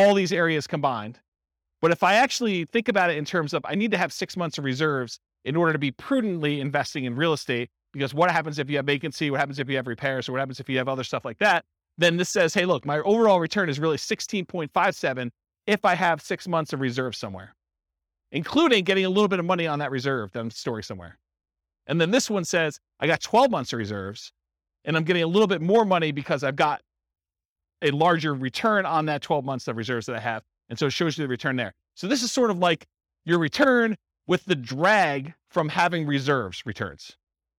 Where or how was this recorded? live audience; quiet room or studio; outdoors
live audience